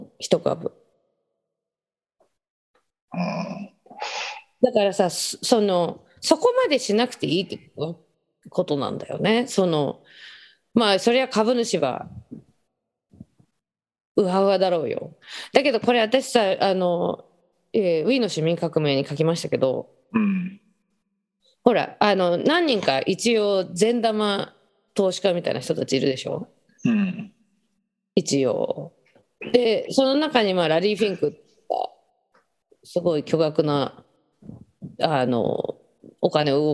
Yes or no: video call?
yes